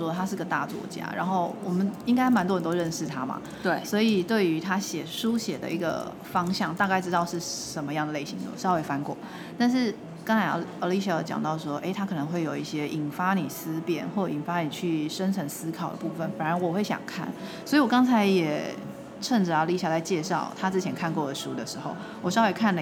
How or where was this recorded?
busy venue